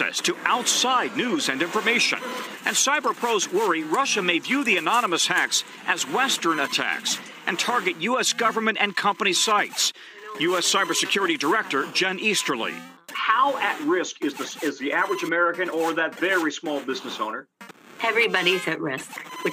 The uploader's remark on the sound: Detroit phones in.